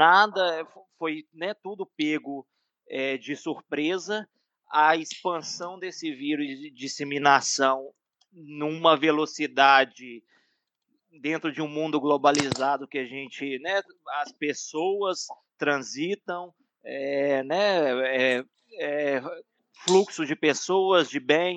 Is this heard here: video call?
yes